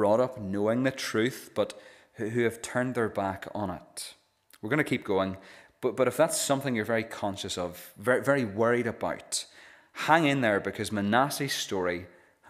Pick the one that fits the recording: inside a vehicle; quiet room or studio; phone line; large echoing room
large echoing room